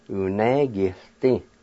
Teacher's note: there's a faint H sound right before the L sound in that word